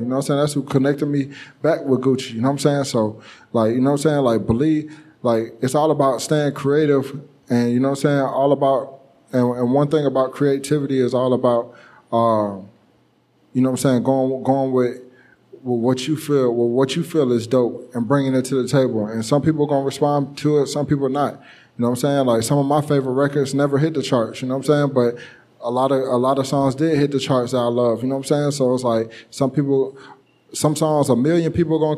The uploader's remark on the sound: On this special episode we head to the beautiful city of Los Angeles for a LIVE taping